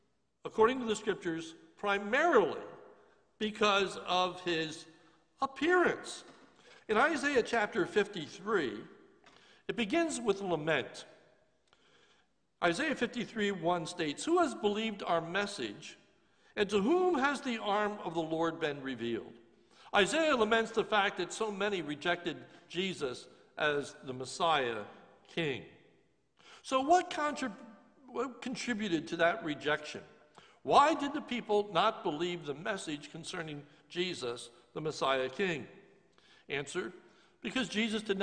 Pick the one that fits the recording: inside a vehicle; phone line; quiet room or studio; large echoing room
large echoing room